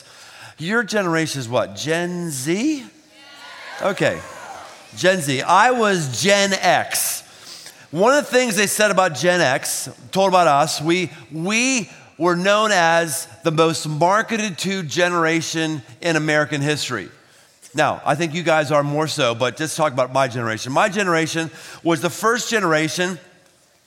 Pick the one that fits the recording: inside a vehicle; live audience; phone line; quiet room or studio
live audience